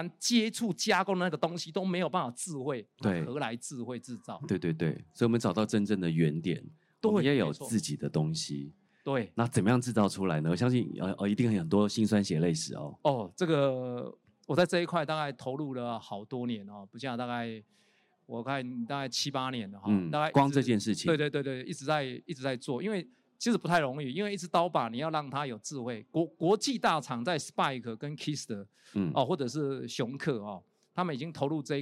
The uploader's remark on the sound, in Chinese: 本集節目於2022年「台灣國際智慧製造系統整合展（TIIM）」展期間錄製